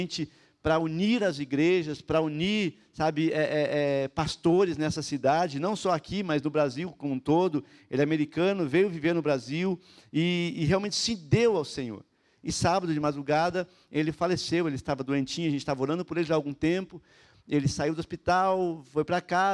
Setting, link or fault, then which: setting, large echoing room